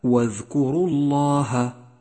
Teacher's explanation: جاء حرف اللام من لفظ الجلالة مفخما في قوله تعالى واذكروا الله، وسبب تفخيمه أنه مسبوق بحرف مضموم